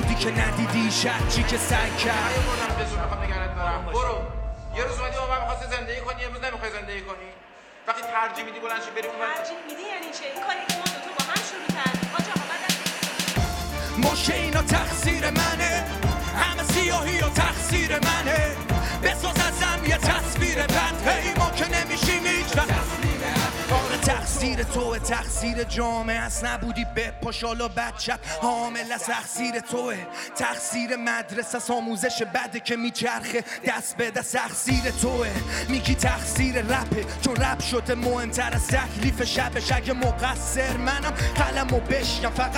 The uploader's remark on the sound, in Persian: اجرای زنده.